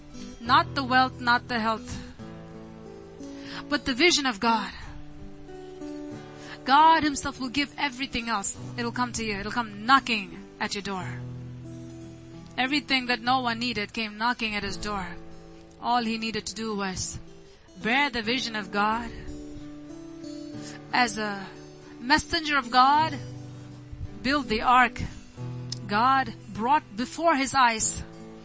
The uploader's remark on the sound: ELBIM Church Sunday Livestream